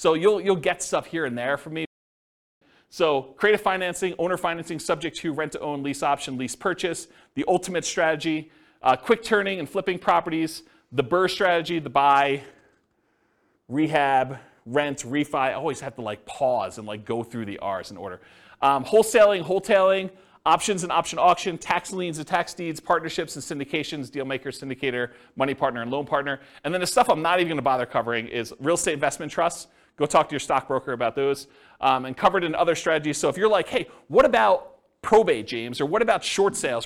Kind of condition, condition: setting, live audience